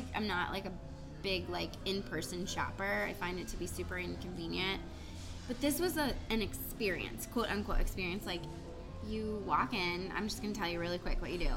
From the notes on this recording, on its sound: Chat over wine. Sorry in advance for the audio- there's background noise!